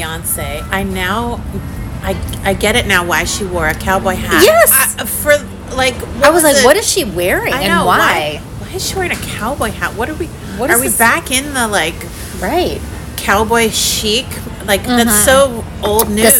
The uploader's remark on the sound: on location for a well-deserved breakfast